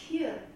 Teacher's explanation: ist konsonantisch, ist stimmlos, ist kein Frikativ, aber es ist palatalisiert